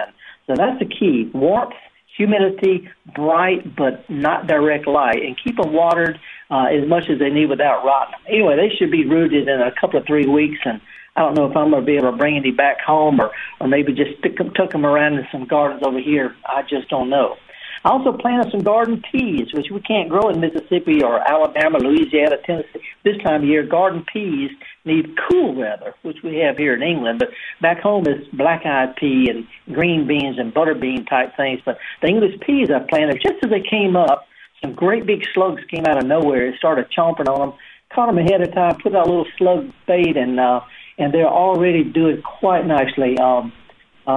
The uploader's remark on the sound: takes your live calls